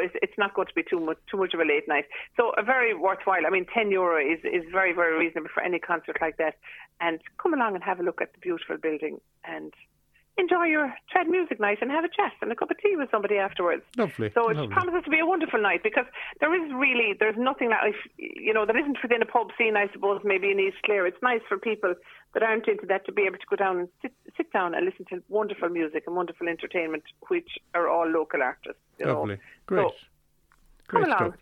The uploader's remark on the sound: joined the phone by Scariff correspondent